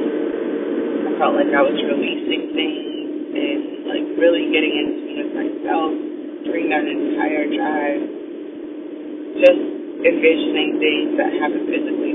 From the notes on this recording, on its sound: the sound is turrrible